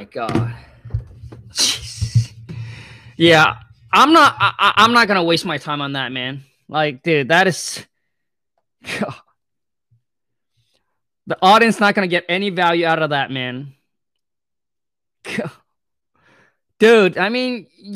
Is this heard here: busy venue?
no